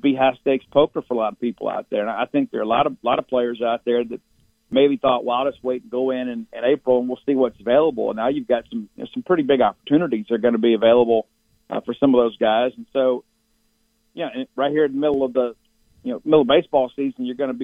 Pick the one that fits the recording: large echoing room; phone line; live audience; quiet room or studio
phone line